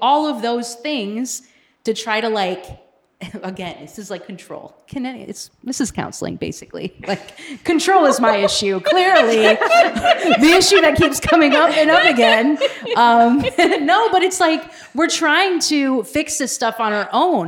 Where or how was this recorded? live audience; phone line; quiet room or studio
live audience